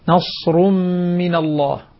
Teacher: الصاد، لاحظ الصاد، نصر من الله. الصاد فيها الصفير مع الرخاوة لكن ليس فيها قلقلة